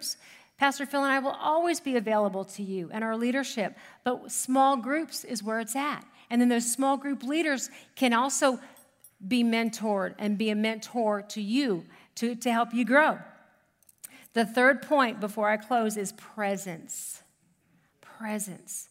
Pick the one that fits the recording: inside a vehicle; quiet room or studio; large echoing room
large echoing room